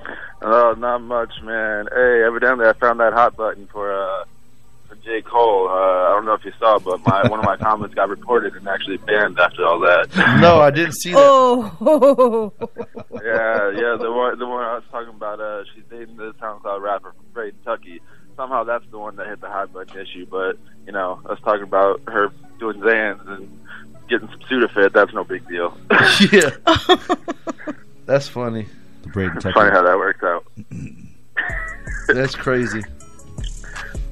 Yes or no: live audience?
no